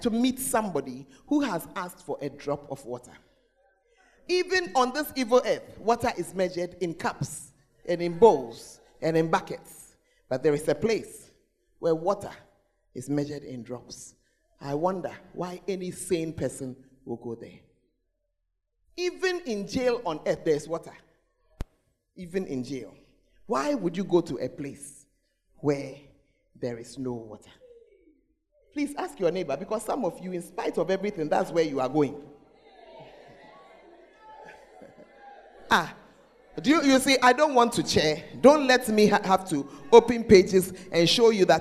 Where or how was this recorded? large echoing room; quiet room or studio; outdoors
large echoing room